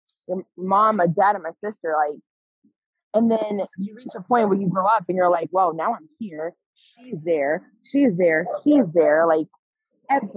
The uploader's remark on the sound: Apologies for the audio, we were tight on scheduling and did this over zoom where one of us was outside.